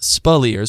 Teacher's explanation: It's pronounced Spilliers with the emphasis on the second syllable.